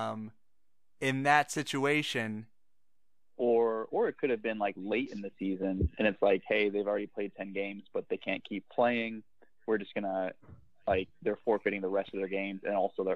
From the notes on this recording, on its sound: the podcast turns into more of a conference call